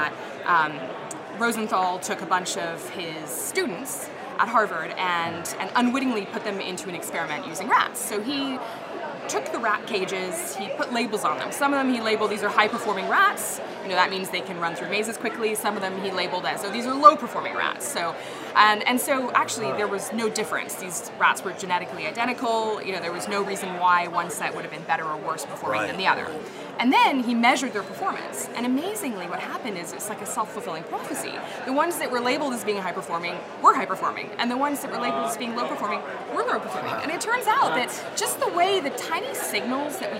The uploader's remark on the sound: Joins the HRD Live Podcast live from the HRD Summit UK 2020.